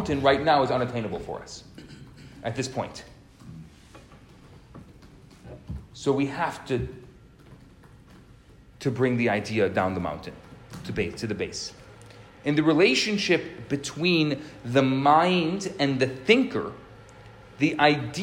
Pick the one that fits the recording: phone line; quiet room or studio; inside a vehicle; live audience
live audience